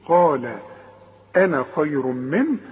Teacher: طب وحوصل تقول أنا خير منه، يبقى تخلي على النون فتحة فقط بدون مد